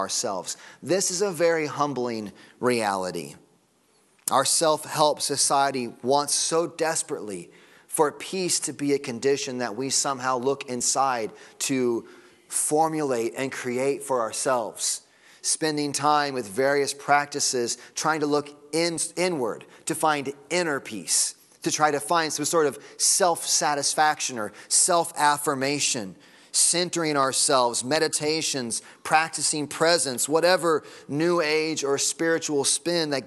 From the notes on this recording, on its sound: Sunday Morning Sermon Audio